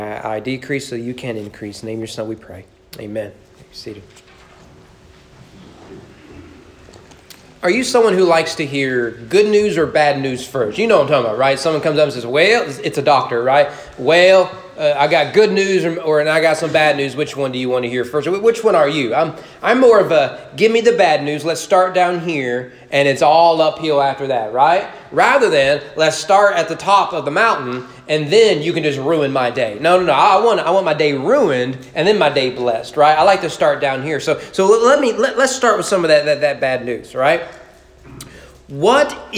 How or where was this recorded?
large echoing room